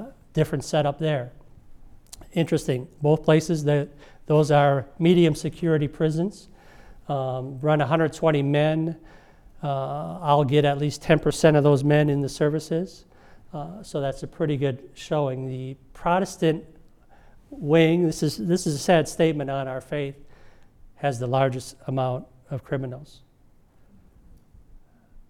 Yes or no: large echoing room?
yes